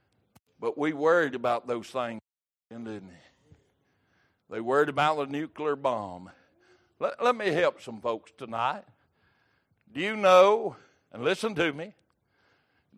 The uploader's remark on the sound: Wednesday Evening Service